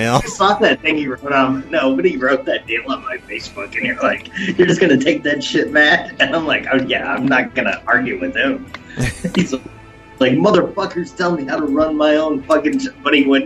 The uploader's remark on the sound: Prank Phone Calls Collection